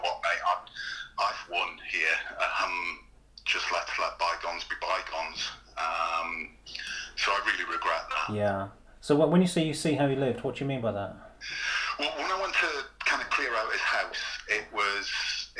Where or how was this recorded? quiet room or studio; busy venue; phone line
phone line